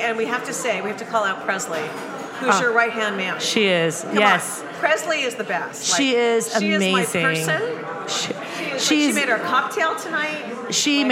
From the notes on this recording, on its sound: due to this episode being a live recording, the audio quality is not the same as our in studio recordings